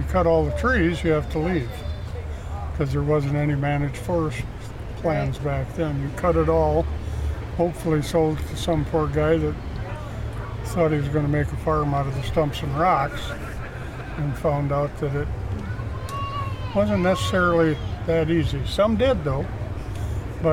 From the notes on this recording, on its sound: takes a recorder around the annual Great Lake Logging & Heavy Equipment Expo in Escanaba, MI